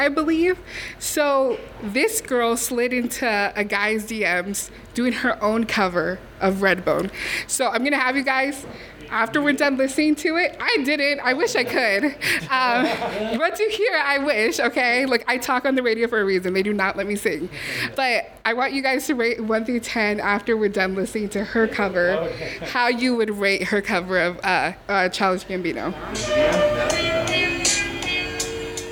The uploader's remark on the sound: Backstage at Thalia Hall in October